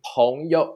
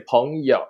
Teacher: So we use the third tone to replace the, the neutral tone. · Shown in: second take